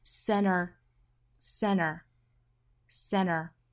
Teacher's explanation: 在遇到元音的时候，在美音里很多时候会把 t 这个音给略掉，前面的鼻音跟元音做连读